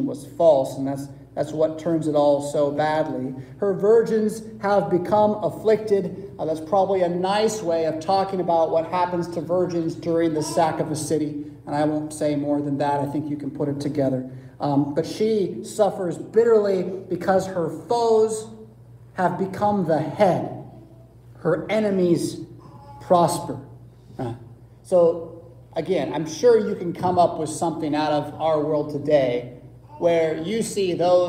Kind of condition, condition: setting, large echoing room